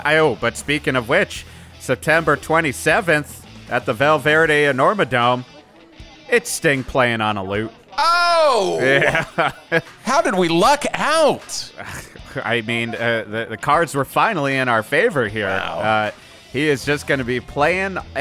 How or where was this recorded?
busy venue